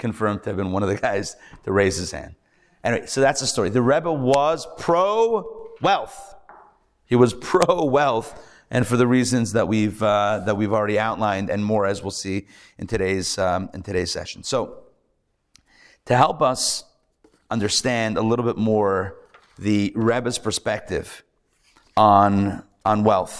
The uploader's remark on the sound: Recorded Live at The Torah Center ATL on Wednesday, January 24, 2024